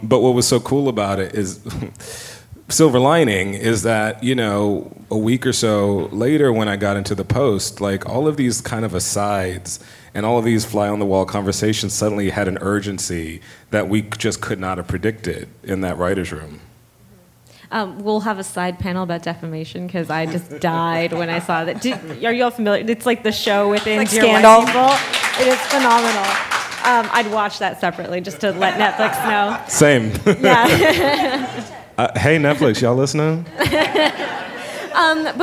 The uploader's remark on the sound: Recorded at ATX Television Festival